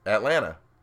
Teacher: so you're not pronouncing the, the T